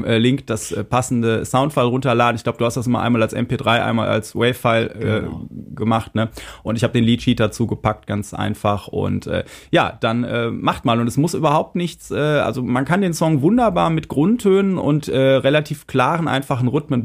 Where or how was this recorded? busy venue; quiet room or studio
quiet room or studio